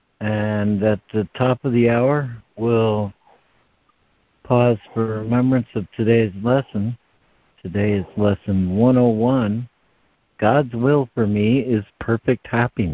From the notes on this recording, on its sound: ACIM Daily Conference Call.